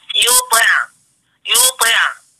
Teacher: لازم تفخيم الطاء حبيبتي، الطاء من حروف الإطباق وهي قوية، ما ينفعش ان رققها كده زي الغين والخاء، هي الغين والخاء من حروف الخفضات تنقذ، ولكنها حروف مستعلية منفتحة غير ما تكون مطبقة.